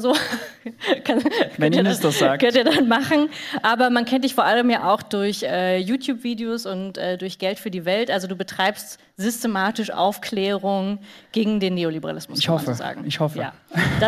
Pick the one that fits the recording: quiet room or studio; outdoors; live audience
live audience